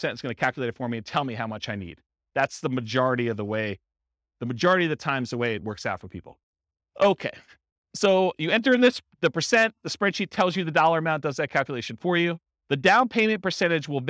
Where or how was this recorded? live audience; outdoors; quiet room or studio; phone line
live audience